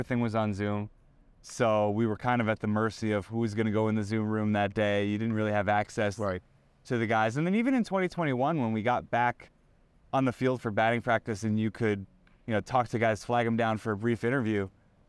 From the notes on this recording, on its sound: Recorded inside Clover Park at Port St.